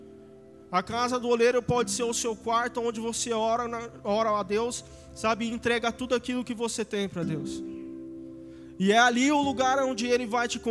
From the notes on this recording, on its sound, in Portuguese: Áudio do Culto de Domingo